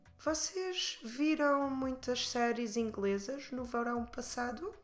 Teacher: you can immediately, from the very beginning, give it an intonation, a question intonation